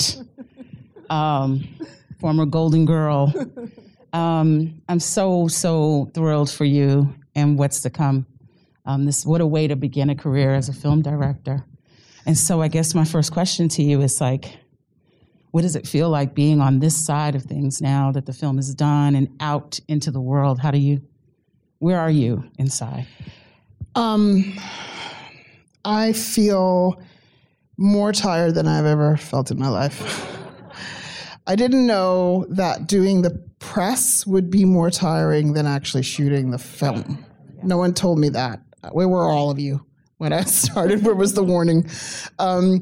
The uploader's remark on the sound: in a Q&A at the DGA theater in New York